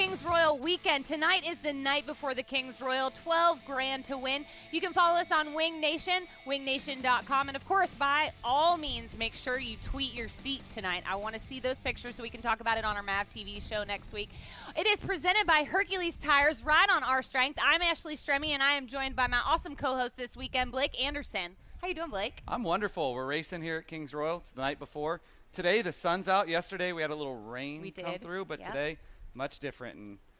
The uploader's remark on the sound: Live from The Kings Royal. It's night two of Winged Nation, Live at Eldora Speedway.